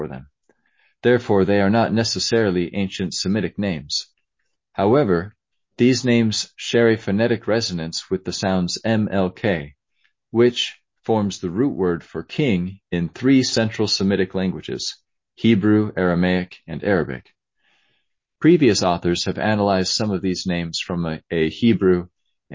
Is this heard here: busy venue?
no